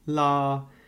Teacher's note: a high flat tone